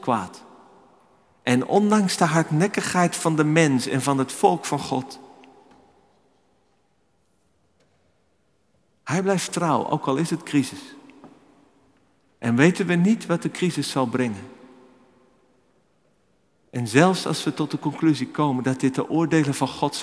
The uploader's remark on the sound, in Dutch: Opgenomen in de Noorderkerk te Amsterdam.